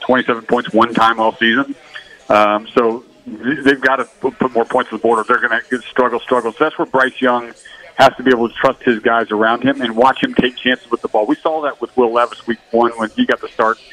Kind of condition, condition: setting, busy venue